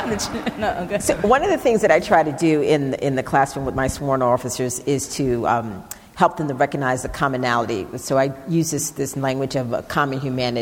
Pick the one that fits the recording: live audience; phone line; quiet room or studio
live audience